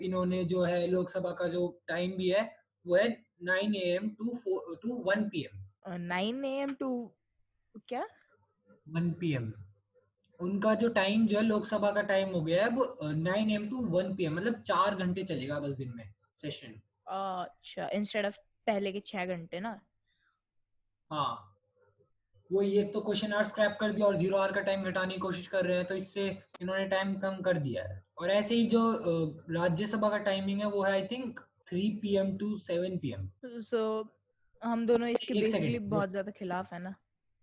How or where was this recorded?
video call